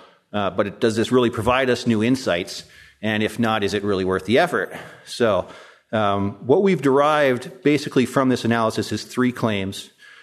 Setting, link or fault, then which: setting, live audience